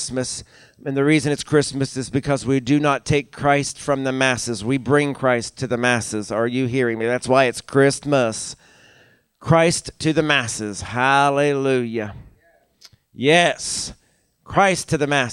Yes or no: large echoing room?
yes